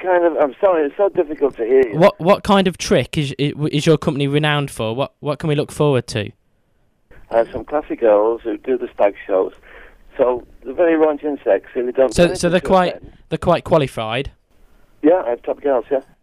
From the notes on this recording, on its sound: Enjoy the phone conversation